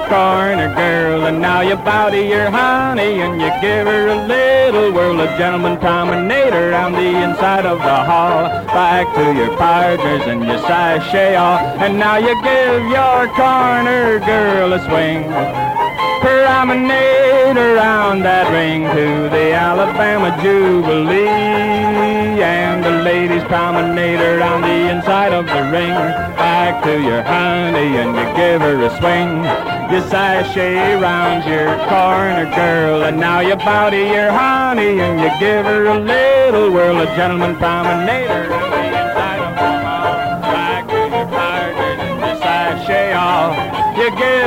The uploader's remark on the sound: Live Dance Recording of the Santa Monica Jubilee in 1950. Seventy years ago, the Santa Monica Diamond Jubilee was the largest square dance ever, a record held to this day.